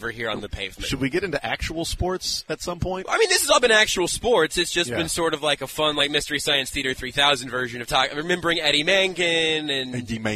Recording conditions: busy venue